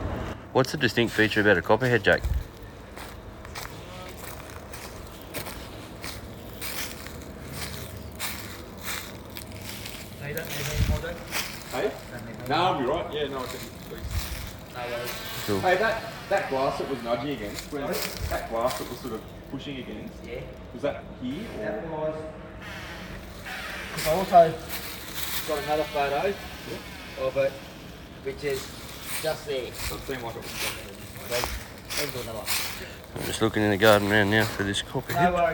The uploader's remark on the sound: I was able to tag along and record the events of the call out to go and capture a live snake and remove it from a hospital